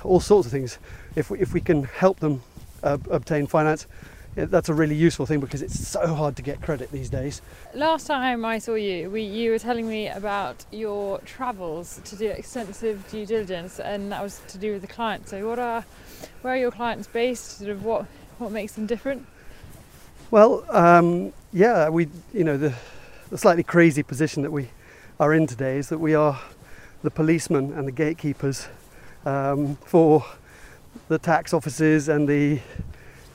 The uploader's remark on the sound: Walking around Ardington House in Oxfordshire